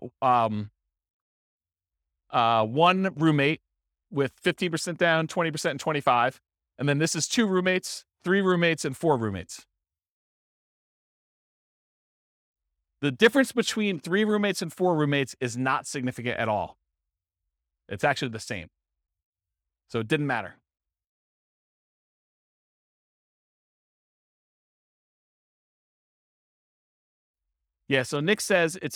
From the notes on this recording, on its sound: This was a live class recorded